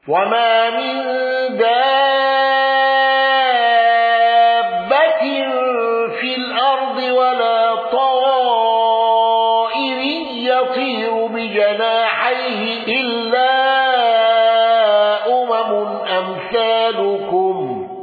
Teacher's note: خلف عن حمزة بالإشباع وترك الغنة، والوقف بالنقل والتحقيق.